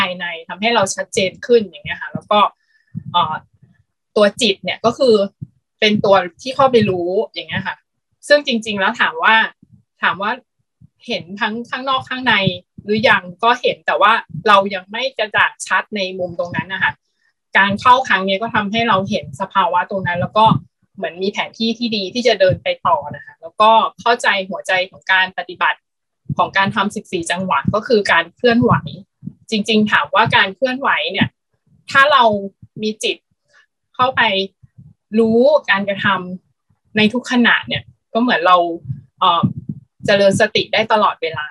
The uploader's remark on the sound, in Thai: เป็น 1 ใน 3 คอร์สออนไลน์ (ผ่านโปรแกรม Zoom)